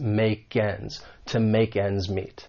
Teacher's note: And once again, with pronunciation, there is more linking that may occur. We can link the final k sound in make with the beginning vowel sound in ends